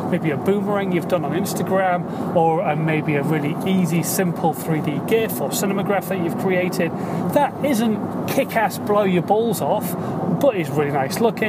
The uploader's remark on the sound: In My Car